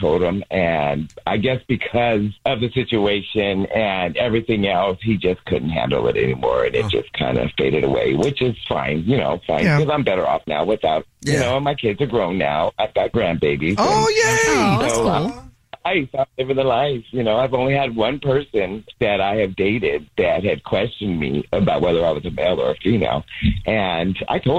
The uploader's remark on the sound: The guy on the Phone